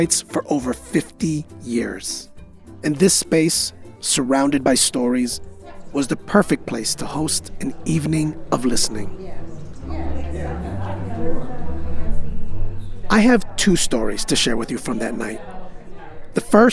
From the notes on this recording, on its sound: Our debut episode was recorded June 2022 at the Tattered Cover Bookstore in Denver.